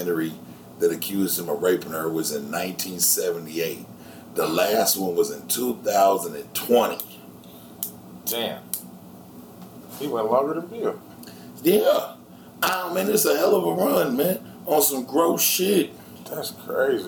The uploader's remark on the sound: Please excuse the microphone popping as we are using new equipment and currently adjusting to the use of the equipment.